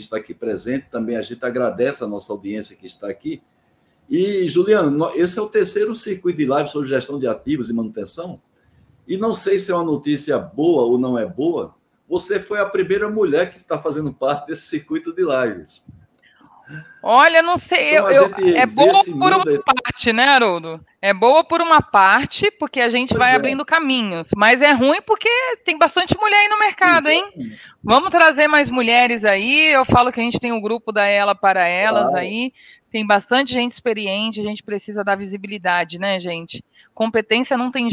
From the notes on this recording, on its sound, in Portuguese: Este é o áudio da Live realizada no dia 30;01/2023